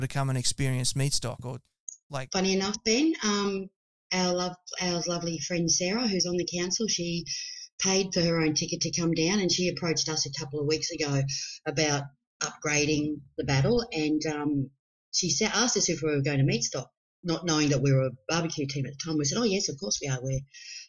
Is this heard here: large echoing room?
no